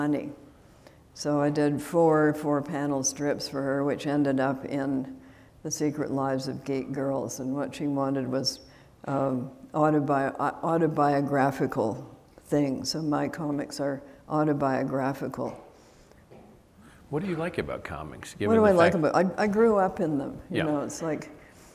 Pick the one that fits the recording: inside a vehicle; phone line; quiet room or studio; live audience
live audience